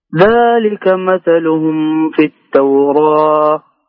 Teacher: نظهر الميم. إيه تظهر الميم إظهار كامل بدون إخفاء بدون غنة أبدا